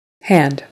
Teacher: So the H sound is just simply air coming from your throat. In American English, we don't emphasize H too much. In other words, you don't hear a lot of air coming out.